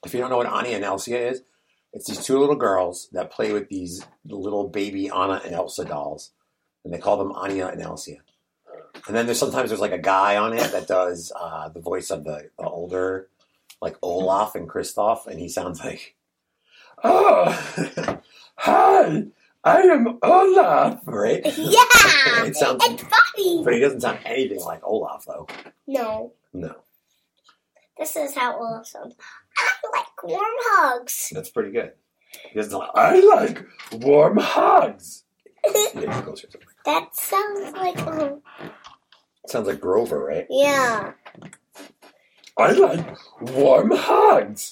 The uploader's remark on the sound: Presented without interruption (but with the constant sound of a chair squeaking)